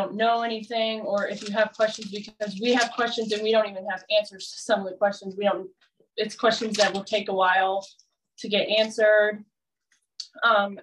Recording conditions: drop-outs